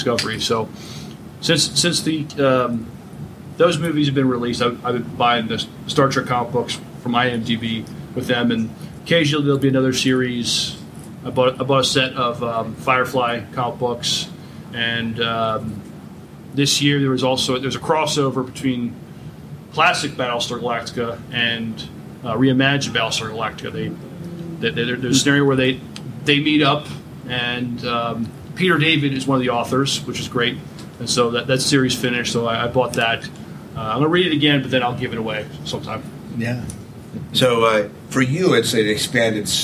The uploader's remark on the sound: Live from Shore Leave 40. With a live audience.